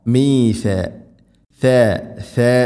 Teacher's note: നാവിൻ്റെ അറ്റം മുൻപല്ലുകളുടെ ഇരുനെരുകിൽക്കിടയിലൂടെ അല്പം പുറത്തോട്ട് നിൽക്കണം നാവിൻ്റെ അറ്റം